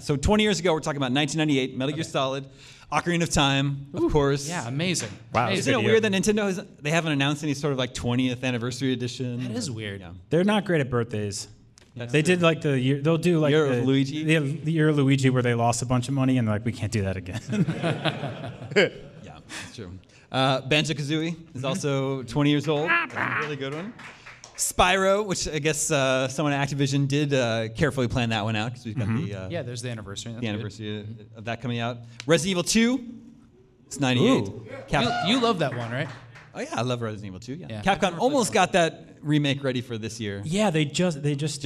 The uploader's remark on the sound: We're celebrating our 500th episode in front of a live audience.